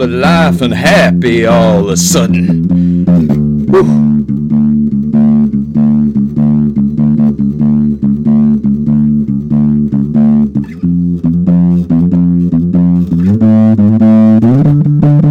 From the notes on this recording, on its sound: Recorded live using Quicktime. Yeti Blue microphone - Vox bass amp - Dean bass guitar.